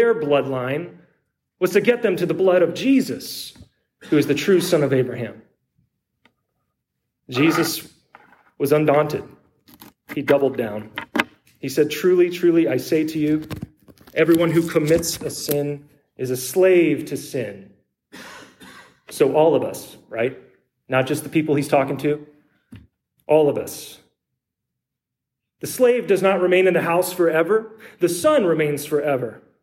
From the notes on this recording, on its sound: preached at Trinity Lutheran Church in Copperas Cove, TX